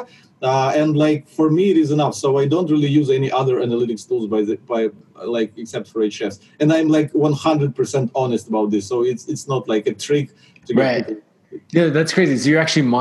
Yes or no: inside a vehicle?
no